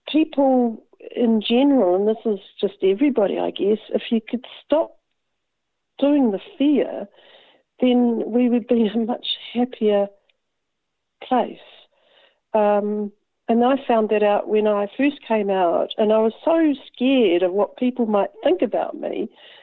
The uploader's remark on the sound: Recorded in the first days of the New Zealand Covid19 Lock down. Following all the rules interviews contacted over the telephone.